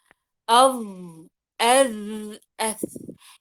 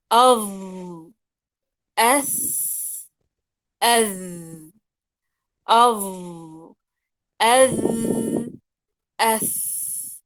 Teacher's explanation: أما بالنسبة لحرف الظاء والذال والثاء فهي طرف اللسان مع أطراف الثنايا العليا